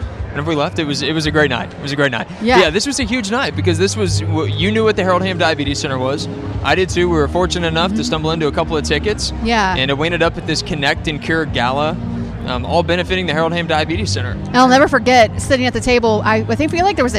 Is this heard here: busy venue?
yes